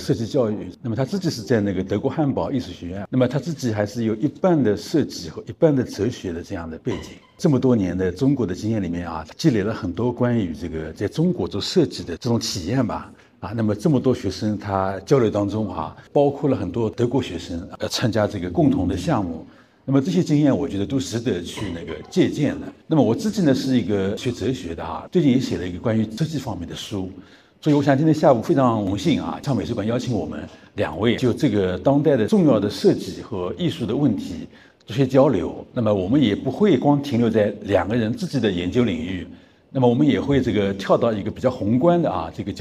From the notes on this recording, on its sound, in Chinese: 本期播客是艺仓美术馆的公教对谈现场实录